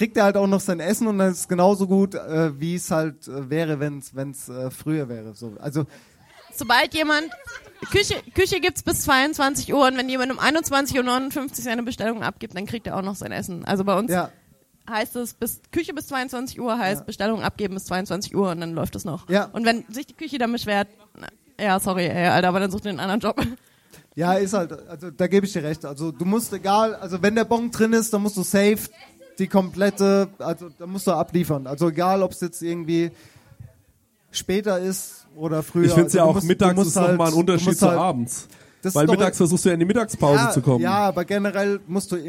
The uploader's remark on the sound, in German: Wir haben es tatsächlich durchgezogen und mit unseren Hörern eine Planwagenfahrt durch die hessischen Weinberge um Groß-Umstadt gemacht. Und wir haben das erste Mal live vor Publikum gepodcastet!